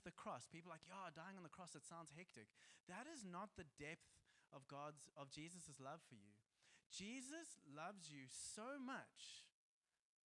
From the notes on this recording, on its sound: Joshua Generation Church Milnerton congregation